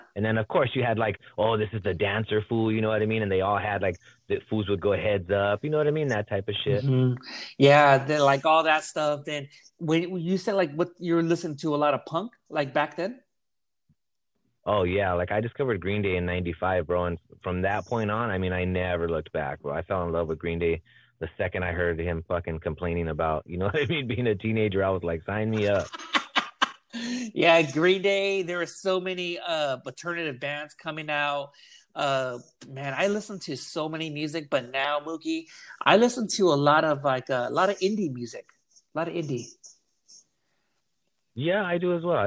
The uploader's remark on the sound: phone interview